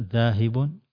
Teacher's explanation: هذه الألف مد طبيعي مقداره يمد مدا مقداره حركتان